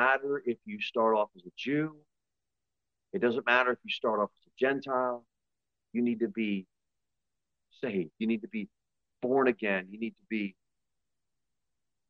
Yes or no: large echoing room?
yes